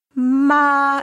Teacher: if you take the first tone, ma, it's a flat tone. It's really sung.